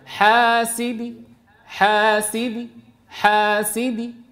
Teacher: نقف ببعض الضمة في المضموم وببعض الكسرة في المكسور · Term: الروم